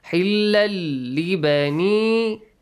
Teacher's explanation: the tanween will be merged with the letter lam. And so lam will be merged to the lam.